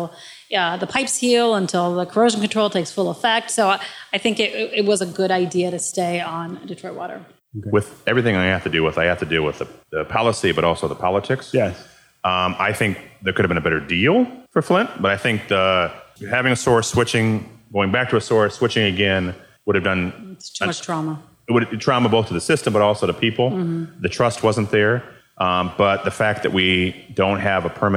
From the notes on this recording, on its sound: In front of a live audience at the Detroit Public Library.